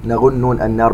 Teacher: نغن نون النار بمقدار حركتين